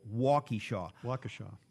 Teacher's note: Emphasis on first syllable, short E on second syllable.